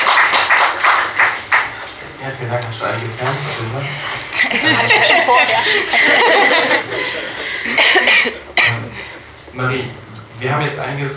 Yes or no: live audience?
yes